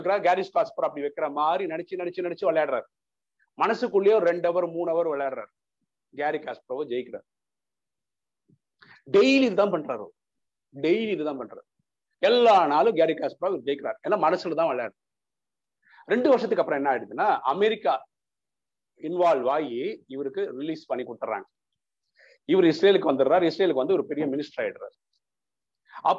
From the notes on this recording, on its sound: Speech at Saveeta Engg College via zoom.